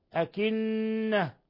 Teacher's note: نون مشدد تغن مقدار حركتين